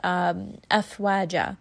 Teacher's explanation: So you hear that the sound is flowing, it has rikhawa, rest on it. Again, not for too long, we're not pulling this for too long.